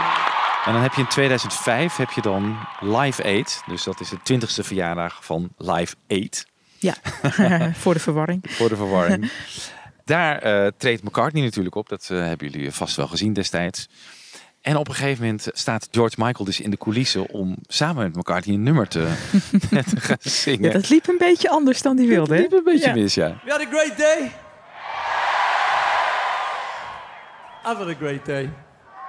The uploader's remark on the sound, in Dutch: Deze aflevering werd opgenomen bij het toegangshek van Friar Park, het landgoed van die andere George.